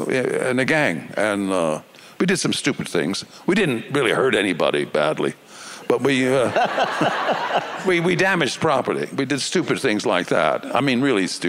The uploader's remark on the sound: In front of an audience at the Boulder International Film Festival